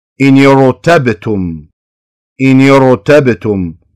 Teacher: إن ساكنة ولكن التقت مع همزة الوصل فصار التقاء ساكنين، كسرت النون صارت إنير، إنير، ولكن الكسر بما أنه عارض غير أصلي في النون بقينا الراء على حكمها وهو التفخيم، ما رققناها. · Term: التقاء الساكنين